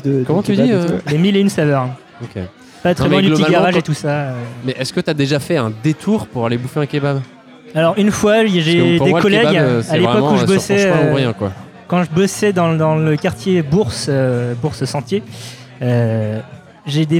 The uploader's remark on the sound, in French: épisode enregistré au Café sans nom (Paris 20e)